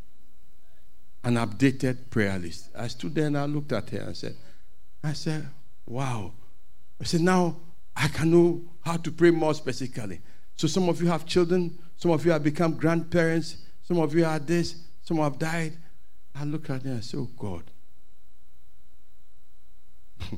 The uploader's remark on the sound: Sermon preached at CBC Shiashie Campus